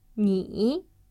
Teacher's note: Third tone, so you should pay attention to the way the voice drops and then rises again.